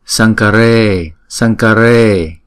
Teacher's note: Vì chữ a này là một nhịp, chữ a này không có dấu quạch ngang, cho nên chúng ta đọc một nhịp, cho nên chúng ta đọc là ơ ơ, cho nên là kare. Chữ e là diphthong là hai nhịp